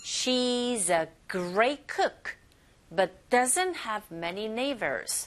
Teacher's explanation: 이때 doesn't는 not이 붙었기 때문에 does 자체 조동사 혼자서는 기능어지만 아니야, not이라는 단어가 합체되어져서 이게 내용을 전달하거든요. 그래서 doesn't have many neighbors 의미를 전달하기 때문에 강세를 주셔야 돼요